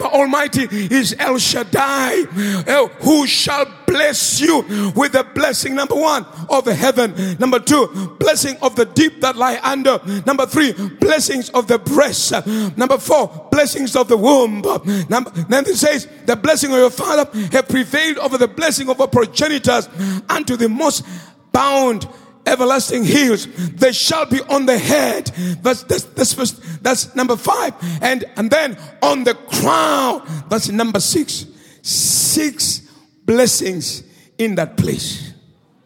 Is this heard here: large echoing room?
yes